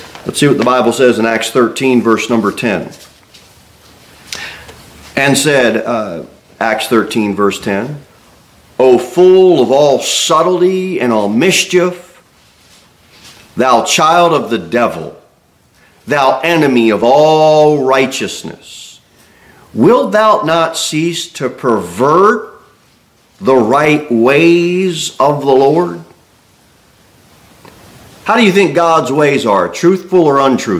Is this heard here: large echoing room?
yes